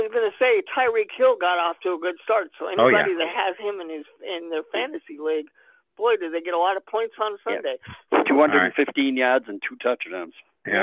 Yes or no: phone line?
yes